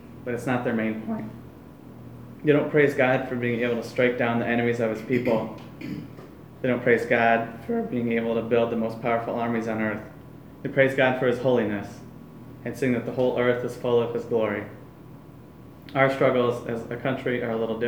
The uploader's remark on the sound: Live from Black Cloister Brewing Company